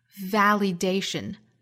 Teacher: no amount of external validation 连读 amount of external validation 注意 validation 这个词尤其注意除了重读的位置在 day 这个音节以外呢还要注意第一个音节这个 v 的发音那对应的字母 v 呢是上齿摩擦下唇的这个音